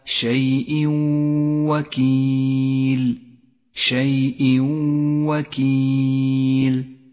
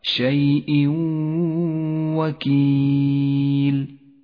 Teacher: المثال التالي الإدغام بغنة عند قوله تعالى شيء وكيل شيء وكيل جاء التنوين وبعده حرف الواو والواجب أن يسقط التنوين من اللفظ ولذلك لون باللون الرمادي إشارة إلى عدم نطقه وأن نقف بغنة